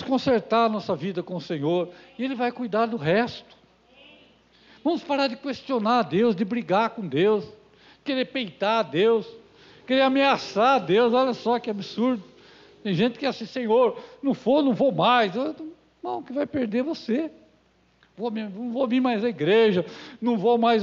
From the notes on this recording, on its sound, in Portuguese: Culto gravado em 20/02/2022 durante a celebração do culto da família